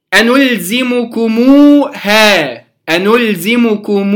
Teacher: هذه ميم مضمومة أتى بعدها واو ساكنة، فهذا مد واو، مد مد الواو مدا طبيعيا. · Term: مد طبيعي